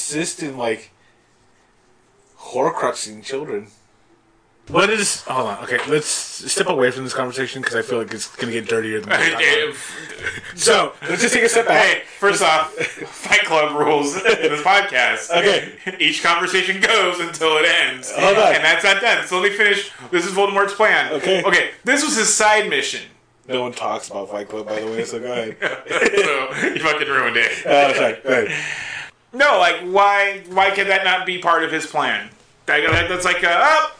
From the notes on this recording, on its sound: Through muddled audio